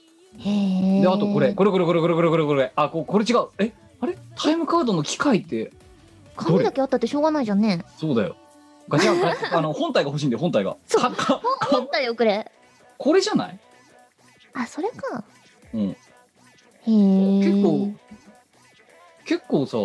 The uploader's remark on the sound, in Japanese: 本番組はリモート収録です。収録時環境の影響により、聴き取り辛い部分があります。